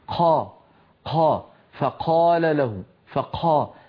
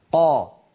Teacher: القاف في مصر أغلب الناس يهمسونها · Shown in: first take · فيقول قا قا، فقال له فقا، يتبع القاف بنفس. · Term: النطق العامي